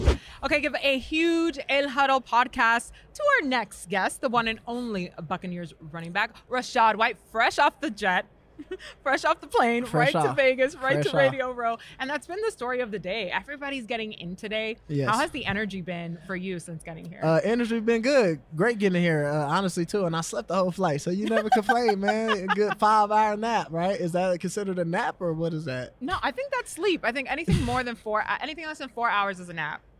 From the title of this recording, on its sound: Live From Radio Row